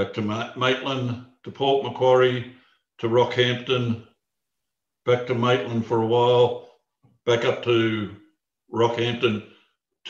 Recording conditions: video call